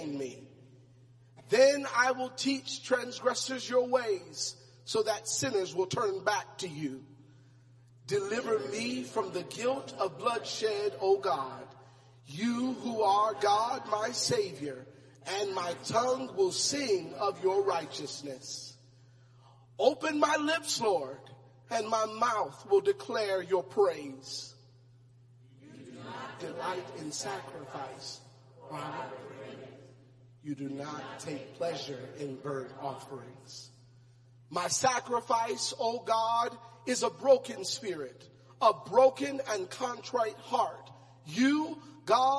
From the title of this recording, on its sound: Praise and Worship Service